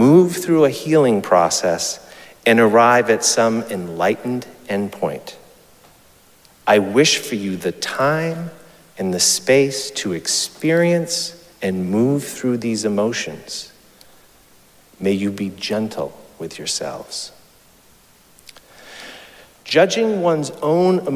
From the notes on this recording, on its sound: Recorded live at Arlington Street Church